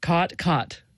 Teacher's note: the low back vowel merger, which is sort of the biggest marker of Western speech